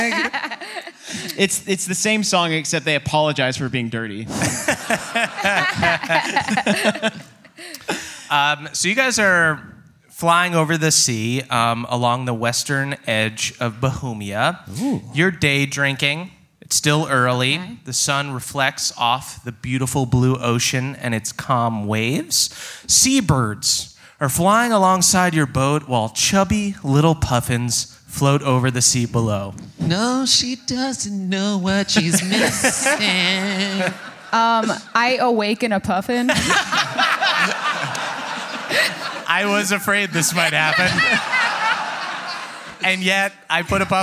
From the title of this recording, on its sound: NADDPOD Live in Manchester